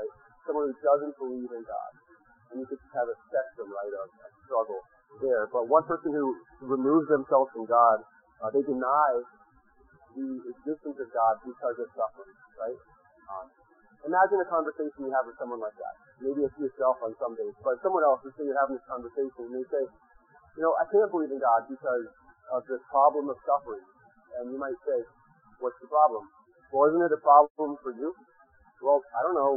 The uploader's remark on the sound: In this sermon audio, which was rescued from a very bad recording.